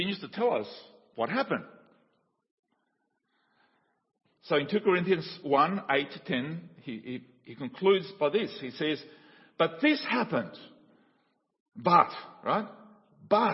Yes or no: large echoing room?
yes